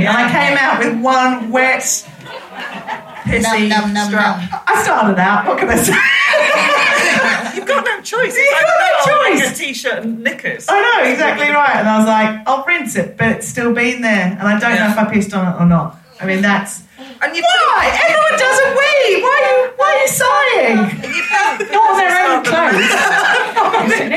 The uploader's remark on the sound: on stage at the Marlowe Comedy Festival in Canterbury